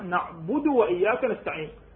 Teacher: وبين ضمة الباء، مو أقرأ نعبد، أبين ضمة الباء. ولا تكسرها في نعبد، ولا تشبع ضمة الدال فيها، لأن البعض يقرأها نعبد وإياك نستعين، هذا غلط.